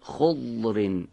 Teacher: زبان رو باید بیاریم در فک بالا قرار بدیم و به پهلوی دندانهای آسیا از طرف چپ یا راست بزنیم